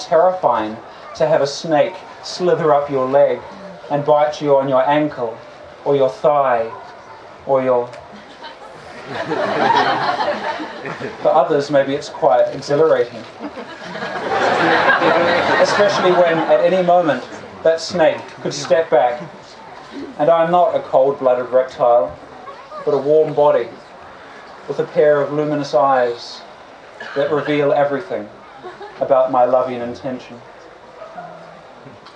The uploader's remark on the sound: On the Open Stage at Confest. The audience responds with surprise and delight.